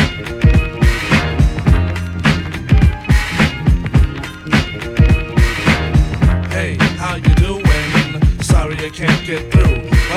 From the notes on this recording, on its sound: Live at Le Cire Jaune Paris 23-03-17